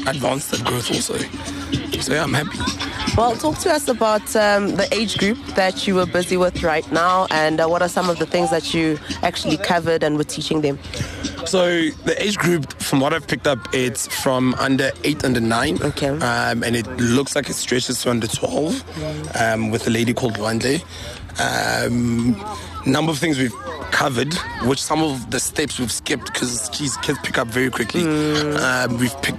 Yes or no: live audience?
no